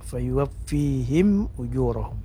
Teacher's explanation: Idhar artinya jelas atau nampak, yaitu mim sukunnya tidak boleh dipanjangkan maksudnya. · Term: idhar syafawiyah